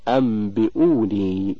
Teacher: إظهار الغنة مع الإخفاء، وهي صفة الميم المقلوبة لا صفة النون والتنوين · Term: الإقلاب